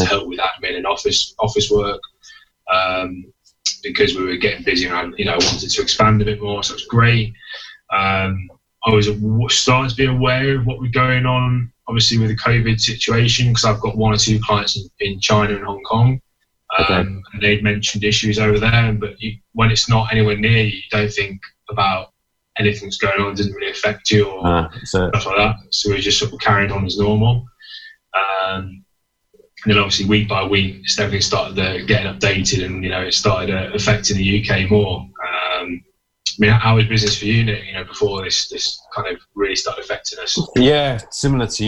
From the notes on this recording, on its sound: talking to you via a Zoom video link!